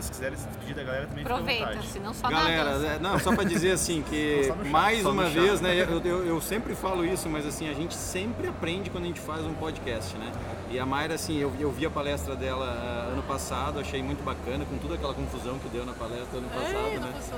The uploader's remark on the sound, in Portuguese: Este é o primeiro episódio da série especial de podcasts gravados no Evento Hoje 2019 em Concórdia.